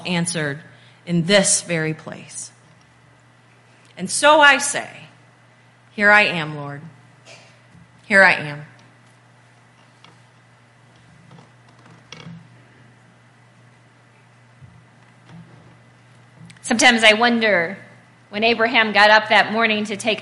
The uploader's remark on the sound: This Message was recorded at Faith UMC on July 2nd, 2023.